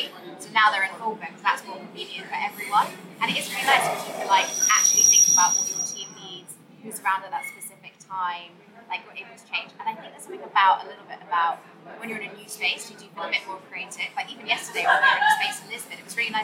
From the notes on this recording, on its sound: interviews recorded on the floor of the conference - so there is a little background noise